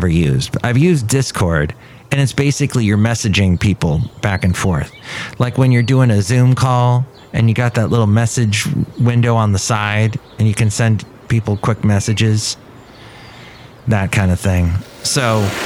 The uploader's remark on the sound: podcasts live from Café Anyway